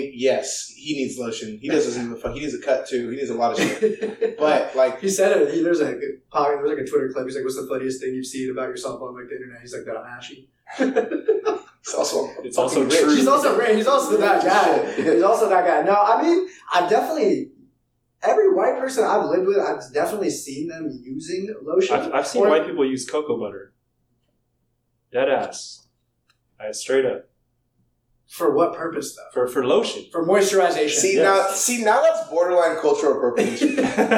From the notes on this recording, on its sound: We know it's not perfect and we're working on improving our audio